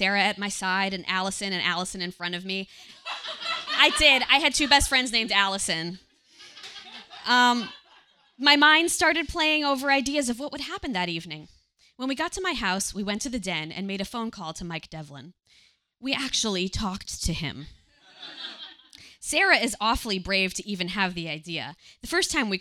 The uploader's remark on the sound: Live from Q.E.D. In Astoria. A special musical performance.